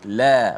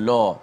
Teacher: lam yang berada selepas huruf dot yang tebal itu dibaca dengan sifatnya itulah istifal sifat yang nipis · Shown in: first take